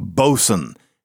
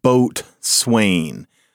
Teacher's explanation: the accent is up front, it's said quickly, things start kludging together · Shown in: first take